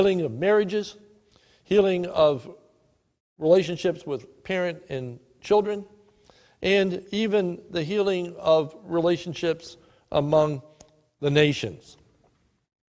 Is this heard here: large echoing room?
yes